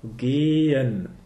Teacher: the H in this case is not pronounced. It's only the function to lengthen this vowel. Gehen. It's not gehen.